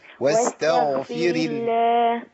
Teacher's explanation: لازم نمنع النفس عن الغين